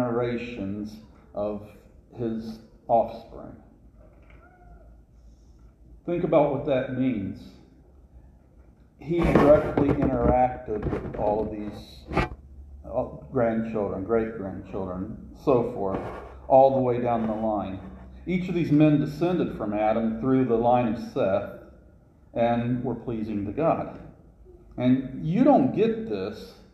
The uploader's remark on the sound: This sermon was recorded live at CrossRoads Baptist church for their 20-20-20 service.